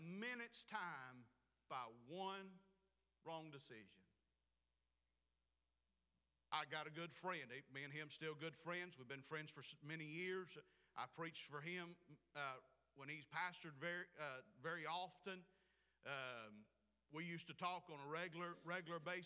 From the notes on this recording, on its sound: Preached at Clifton Baptist Church, Forest Ms.